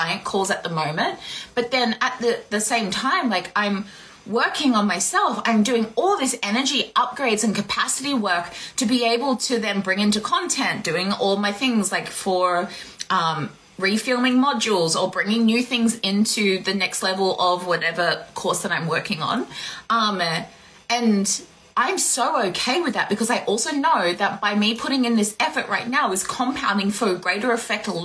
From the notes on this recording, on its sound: an impromptu instagram live